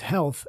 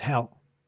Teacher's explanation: they pronounced health as hell. They dropped the TH. · Shown in: second take